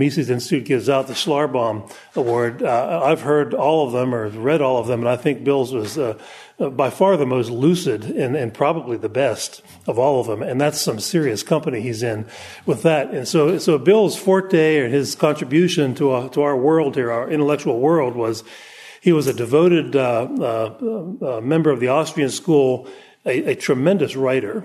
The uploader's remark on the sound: Presented at the Austrian Economics Research Conference on 21 March 2013 at the Ludwig von Mises Institute in Auburn, Alabama.